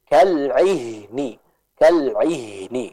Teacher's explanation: Yang tepat adalah dengan kita tetap menjelaskan ainnya, lalu kita masuk ke huruf ha sambil mengalirkan suaranya.